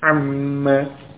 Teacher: Pada amma juga demikian. An, nun sukun ketemu mim, maka nunnya masuk ke mim dengan tasydid · Term: mim tasydid